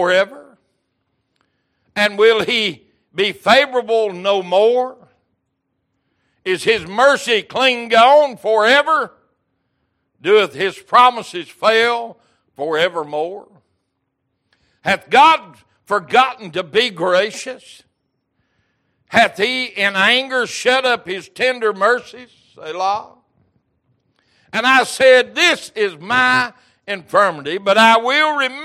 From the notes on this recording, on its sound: Recorded January 11, 2023 - Wednesday Evening Service